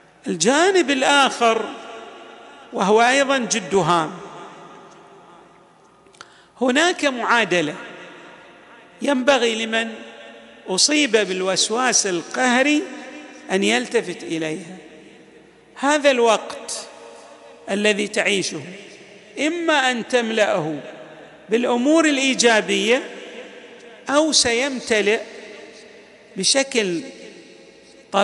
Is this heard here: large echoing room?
yes